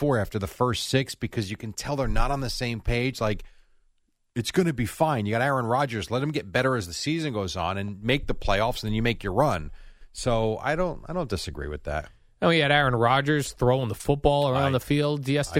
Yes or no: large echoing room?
no